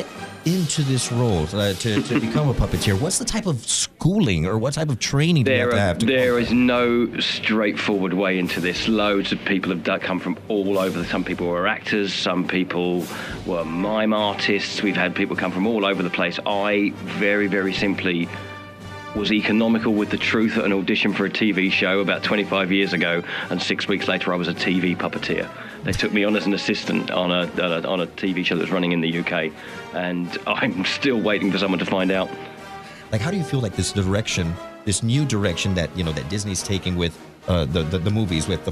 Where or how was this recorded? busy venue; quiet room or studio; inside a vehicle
busy venue